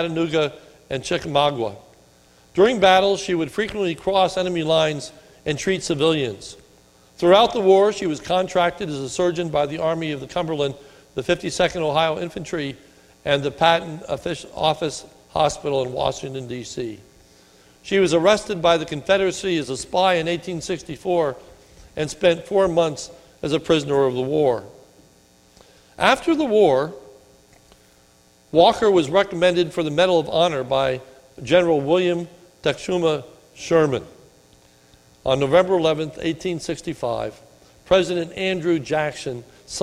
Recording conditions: large echoing room